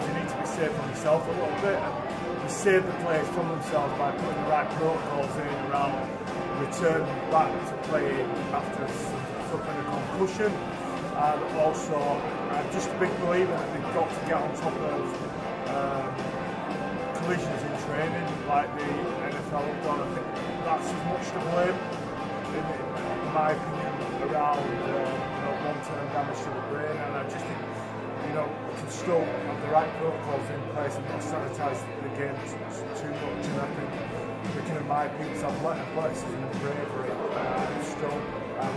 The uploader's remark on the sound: We were live at Headingley